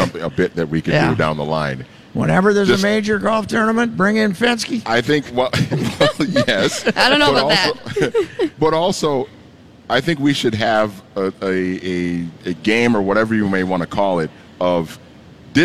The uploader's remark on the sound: live at the 3M Championship at the TPC